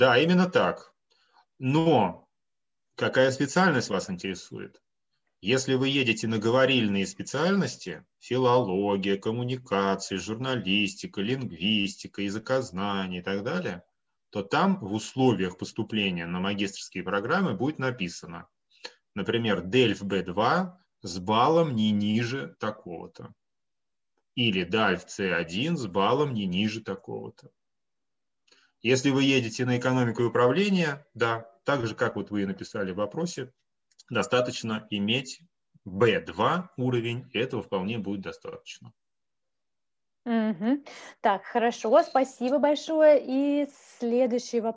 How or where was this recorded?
video call